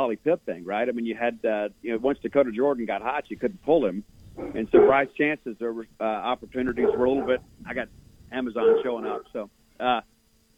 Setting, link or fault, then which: link, phone line